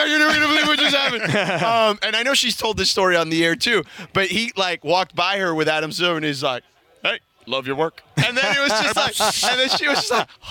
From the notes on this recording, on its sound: The guys are live from UC Irvine from Rams Camp.